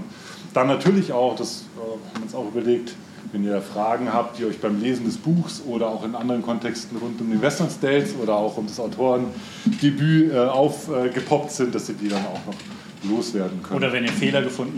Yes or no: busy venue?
yes